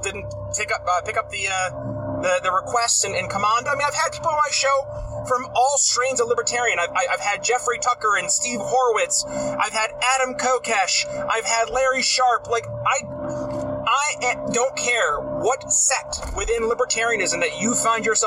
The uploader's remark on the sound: For the first episode of Traffic Tuesdays, I'm driving home from the gym